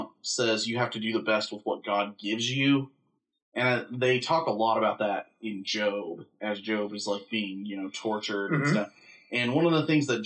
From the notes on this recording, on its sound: (Also once again we apologize for some audio issues).